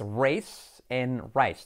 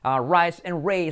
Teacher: la diferencia es la S, que es la de race and rice. Es una S sorda. And rise and raise es S como mosca.